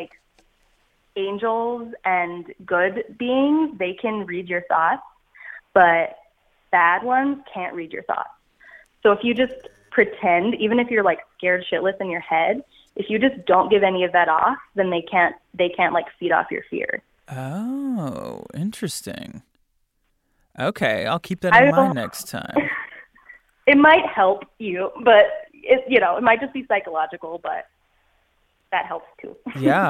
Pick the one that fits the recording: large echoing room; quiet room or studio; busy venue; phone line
phone line